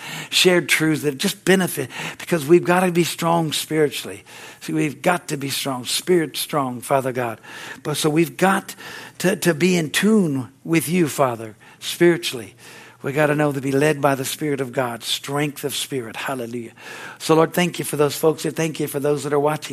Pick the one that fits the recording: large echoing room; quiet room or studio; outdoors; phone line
large echoing room